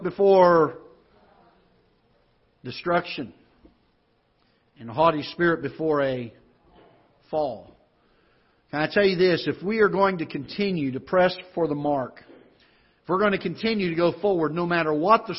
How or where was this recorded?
large echoing room